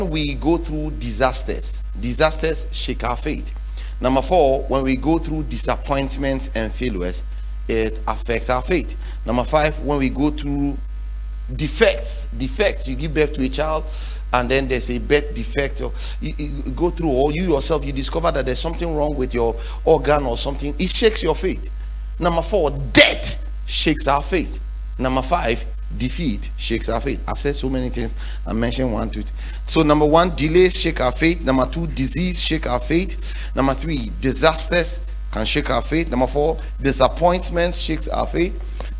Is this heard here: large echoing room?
yes